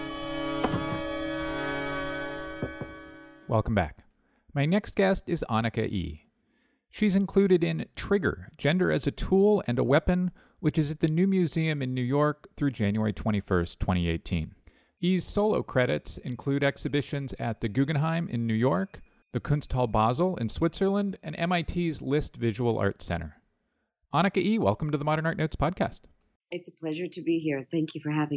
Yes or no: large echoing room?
no